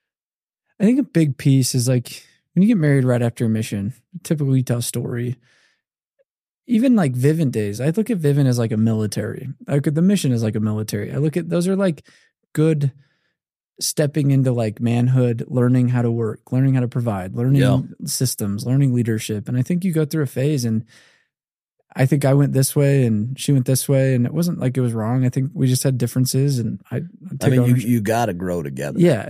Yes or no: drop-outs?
no